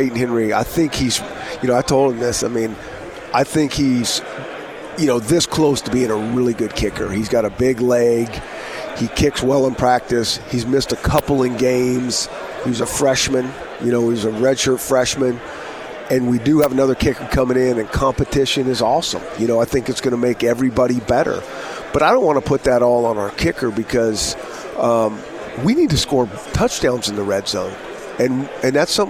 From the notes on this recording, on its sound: live from Pac-12 Media Day